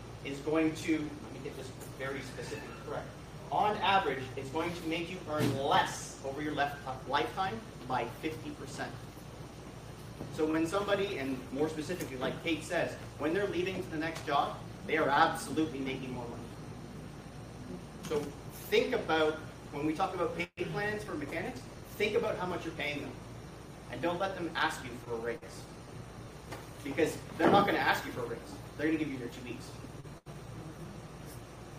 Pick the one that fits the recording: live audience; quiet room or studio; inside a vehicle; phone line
live audience